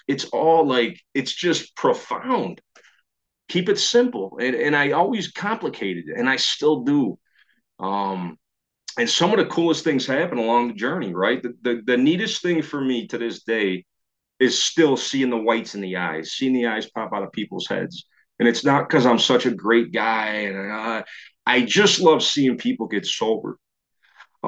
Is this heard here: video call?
yes